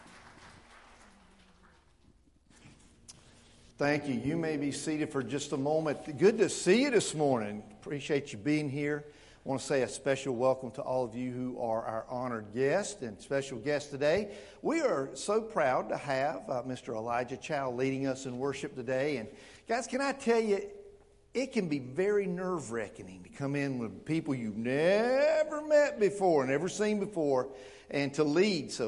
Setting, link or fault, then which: setting, large echoing room